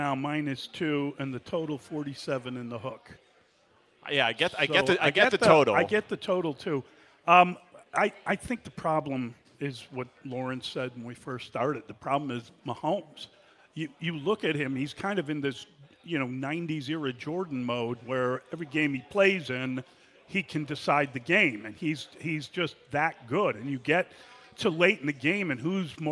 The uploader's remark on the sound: live in Benchmark in Old Town for the Circa Big Game Watch Party